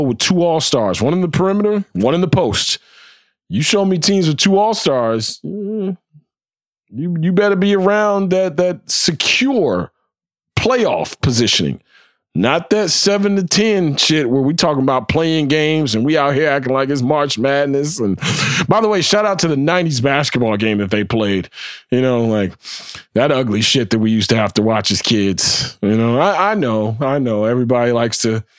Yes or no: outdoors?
no